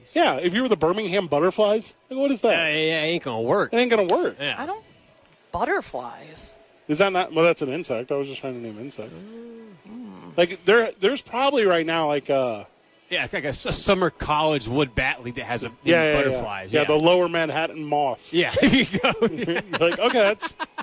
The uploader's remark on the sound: live from Isotope Park